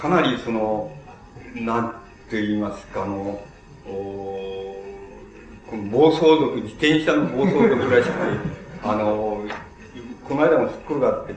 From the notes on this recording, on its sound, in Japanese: 主催：日仏学院 後援：フランス大使館 場所：東京日仏学院ホール。音源は客席から録音されたが 周辺のノイズが入っているほかは 比較的クリアに収録されている。